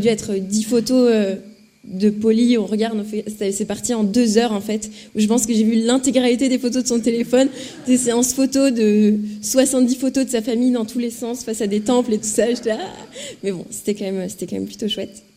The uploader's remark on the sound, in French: sur la scène de la Veillée